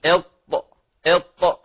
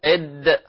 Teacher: تخرج من طرف اللسان من جهة ظهره مع التصاقه بأصول الثنايا العليا في المنطقة النطعية، وهي المنطقة المتجعدة في سقف الحنك الأعلى.